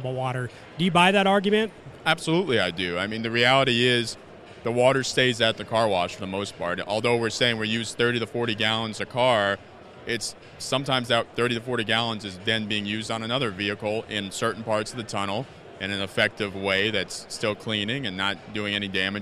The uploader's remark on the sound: Splash! Carwash Conference Interviews. Brief interviews on the show floor with various car wash industry experts.